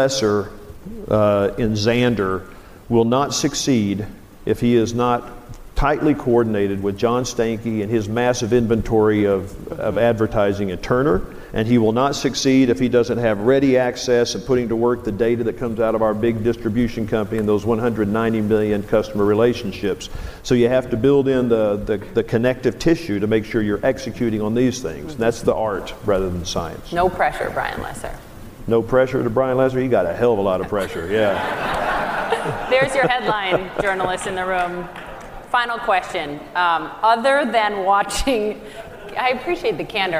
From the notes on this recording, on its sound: This interview was recorded live at The Relevance Conference in Santa Barbara.